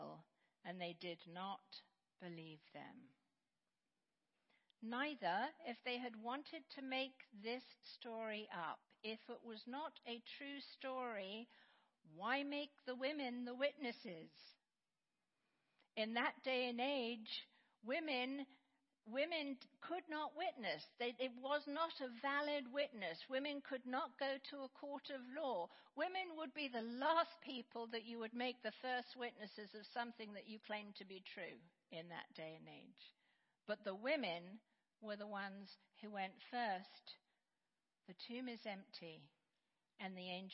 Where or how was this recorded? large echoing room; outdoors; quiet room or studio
large echoing room